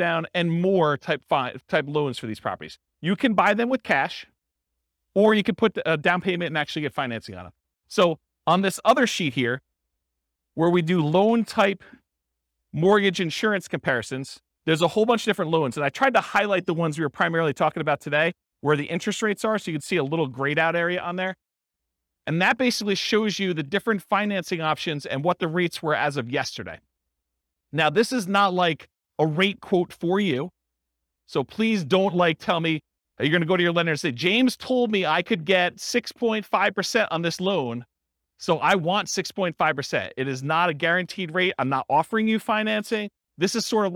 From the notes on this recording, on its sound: This was a live class recorded.